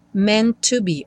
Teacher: O primeiro T não vai ser pronunciado, você vai ter uma ligação dos dois T's, né? Então tem meant to be, um T só soando.